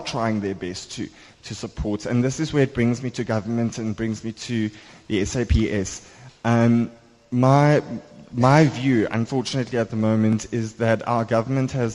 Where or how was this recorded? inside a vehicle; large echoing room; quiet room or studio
large echoing room